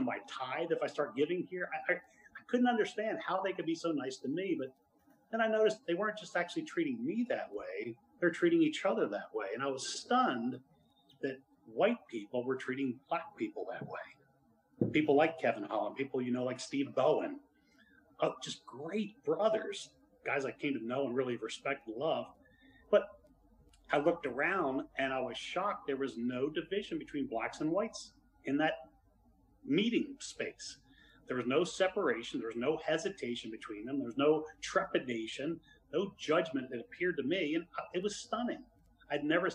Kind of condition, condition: setting, large echoing room